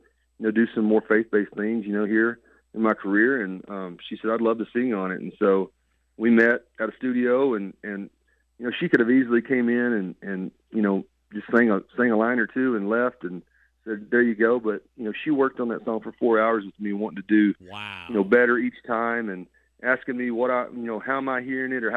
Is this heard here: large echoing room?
no